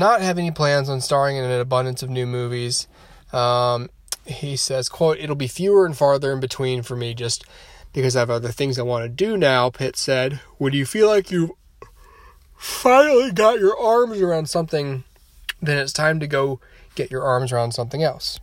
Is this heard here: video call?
no